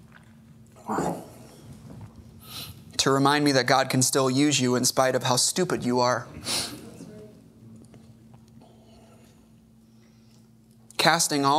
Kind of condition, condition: setting, large echoing room